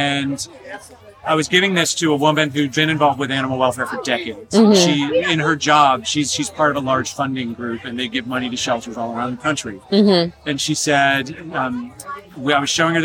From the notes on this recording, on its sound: In this episode I am recording on location at the San Diego Humane Society Walk for Animals.